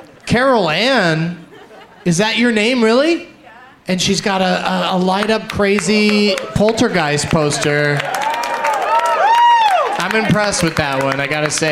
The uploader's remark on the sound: Live from Cobb's Comedy Club in San Francisco.